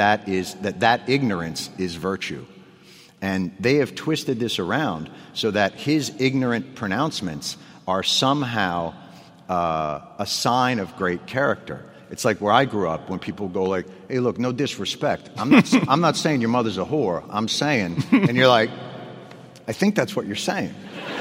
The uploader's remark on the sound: in Rockefeller Chapel at the University of Chicago